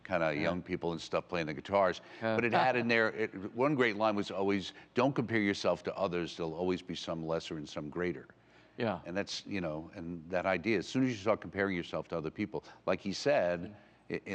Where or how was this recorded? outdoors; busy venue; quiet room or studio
busy venue